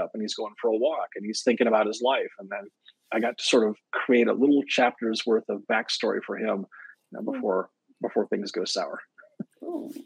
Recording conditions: video call